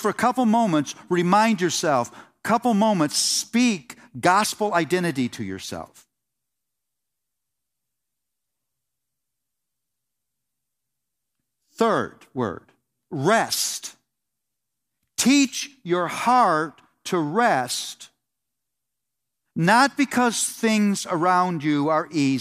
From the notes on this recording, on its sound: The Gospel Coalition’s 2019 National Conference in Indianapolis, Indiana